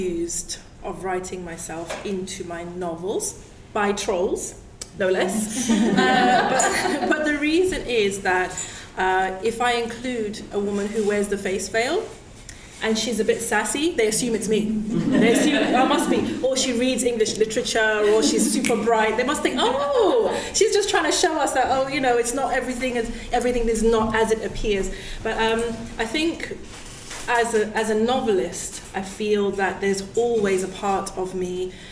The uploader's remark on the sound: This podcast was recorded at an event for International Women's Day.